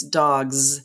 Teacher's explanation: But the idea of dog, g, g, g, is voiced. So my voice stays on when I have the plural and it's dogs. So now I have the z sound.